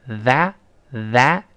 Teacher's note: 舌尖吐出来往回缩，用前舌面跟上牙蹭一下